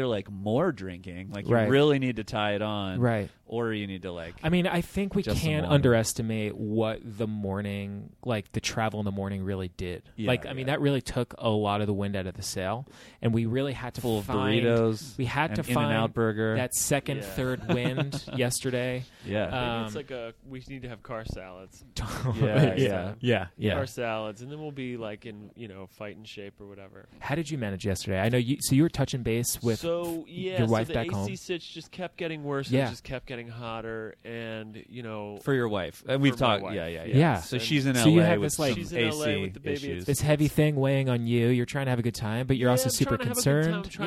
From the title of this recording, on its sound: Live From Summer League